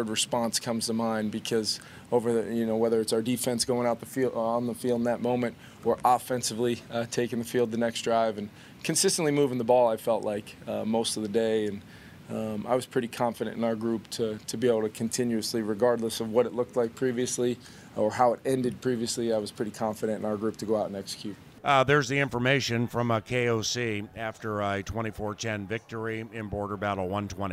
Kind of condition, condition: setting, busy venue